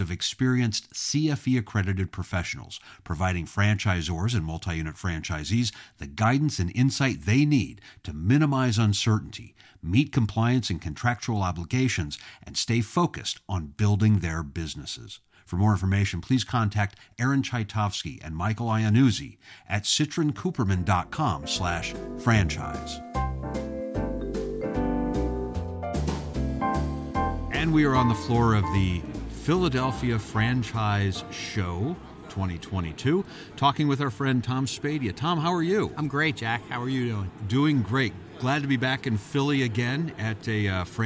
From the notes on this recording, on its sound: Both conversations were recorded live in Philly at the Franchise Show.